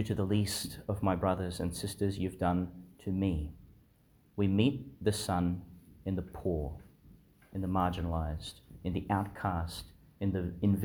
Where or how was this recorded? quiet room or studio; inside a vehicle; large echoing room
large echoing room